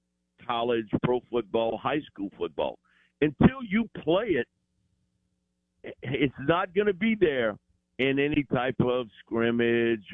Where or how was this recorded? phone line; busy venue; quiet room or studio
phone line